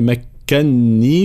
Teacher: في قوله تعالى قال ما مكنني فيه ربي خير، طبعا هنا مكنني بتشديد النون، هي أصلها مكنني، ولكن هنا إدغام النون الأولى في النون الثانية فصارت حرفا واحدا مشددا